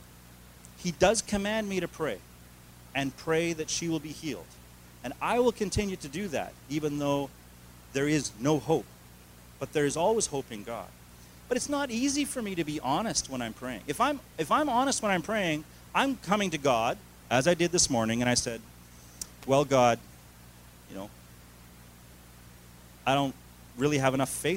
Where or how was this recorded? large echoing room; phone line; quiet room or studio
large echoing room